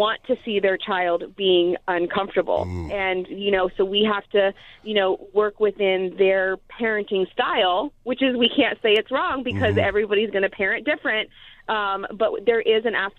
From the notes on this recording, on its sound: Called into the show on Memorial Day weekend.